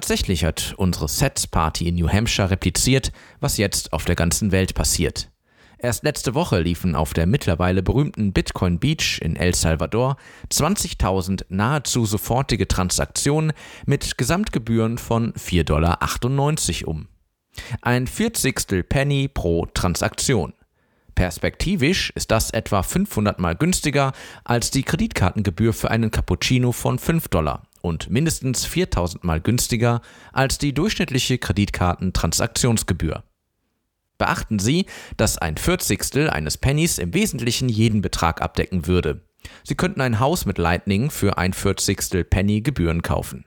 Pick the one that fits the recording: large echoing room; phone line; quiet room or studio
quiet room or studio